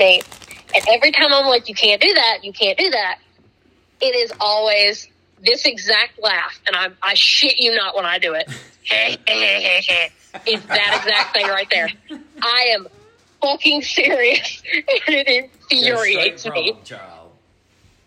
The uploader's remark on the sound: A lovely phone call